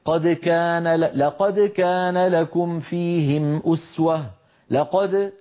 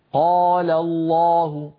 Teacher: لما أقول قد كان لقد كان لكم فيهم أسوة لقد، فأنطق القاف المفتوحة ومباشرة أهيئ فمي على مخرج الحرف الآتي وهو الدال لقد، بينما المقول قال الله هنا الألف التي بعد القاف تركت القاف تأخذ حظا أكبر من التفخيم · Shown in: second take